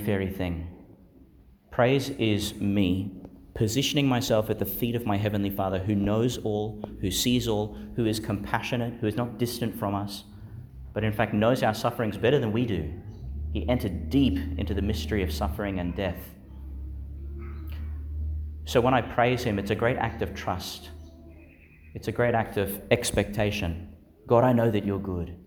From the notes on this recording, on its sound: delivered (in the morning) in Our Lady Star of the Sea Church, Gladstone, Qld.